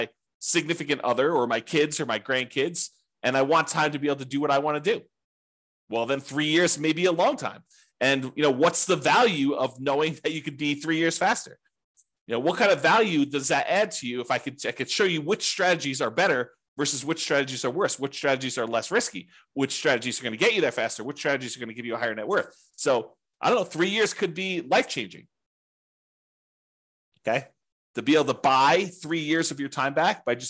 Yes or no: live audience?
no